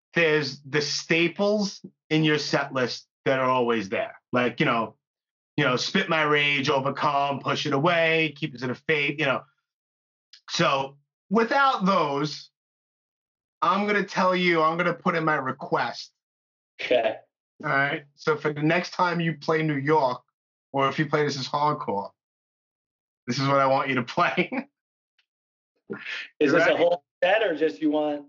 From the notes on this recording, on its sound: In the meantime, we did an episode via Skype.